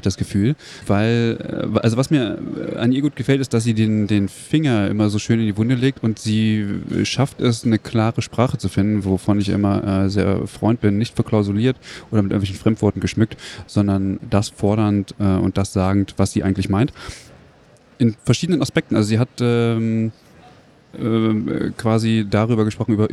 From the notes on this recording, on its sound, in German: Live vom Deutschen Pflegetag 2022 (Erster Tag).